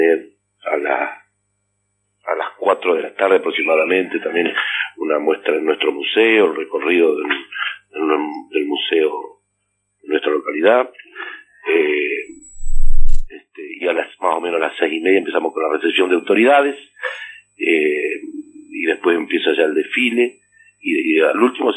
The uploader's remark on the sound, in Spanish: entrevista telefónica